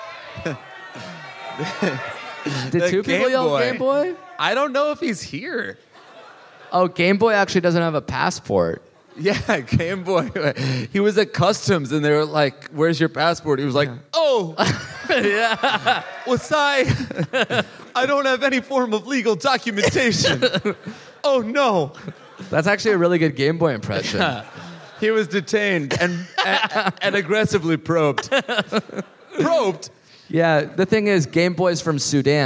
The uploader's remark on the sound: Live in Melbourne!